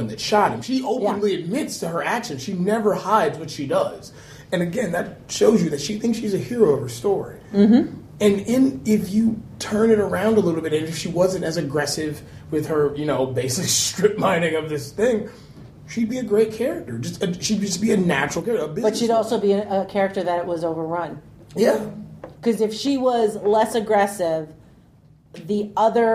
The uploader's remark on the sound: This was recorded at Balticon 51